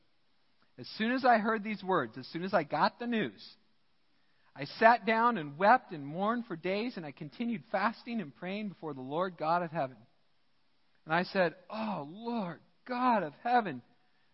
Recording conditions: large echoing room